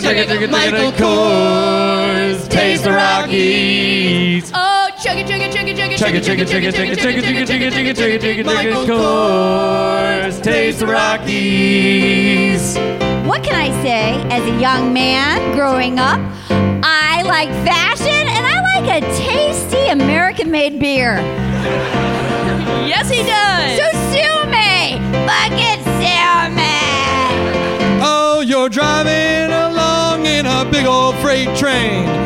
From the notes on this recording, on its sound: Live from SF Sketchfest